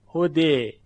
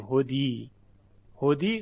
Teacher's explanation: مثلا در کلمه هدا، در اینجا ما الف تلفظ میکنیم، هدا، اما وقتی بخوایم این رو اماله بکنیم، یعنی الف رو میل بدیم به سوی یا، هده. ببینید تبدیل به یاش نمیکنیم که بگیم هدی · Shown in: first take